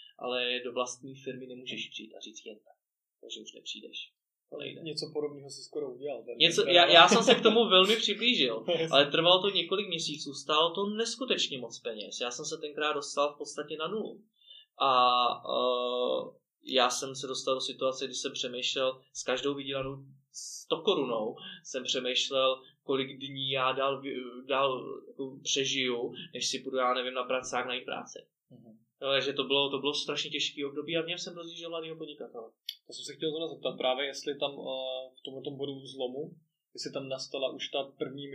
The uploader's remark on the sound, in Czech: Doufám, že to z něj bude cítit i přes menší komplikace se zvukem.